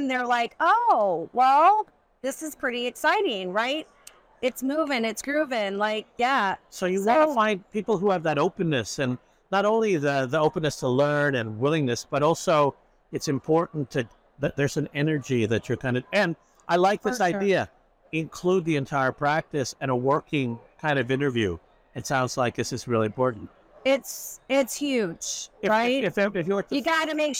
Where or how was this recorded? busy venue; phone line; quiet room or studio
busy venue